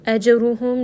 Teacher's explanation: jim is going to have qalqala, so bounce on that just a little bit.